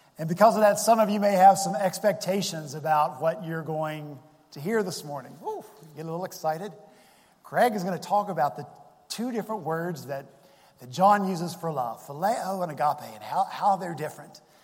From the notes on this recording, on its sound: at Redeemer Presbyterian Church in Charleston, SC